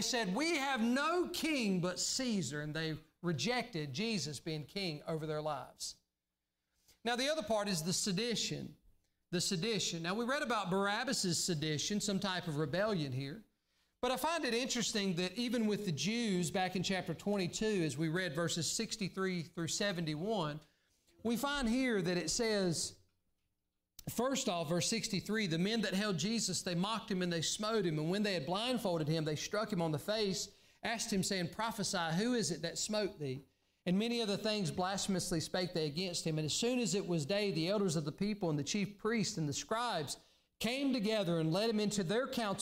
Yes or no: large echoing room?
yes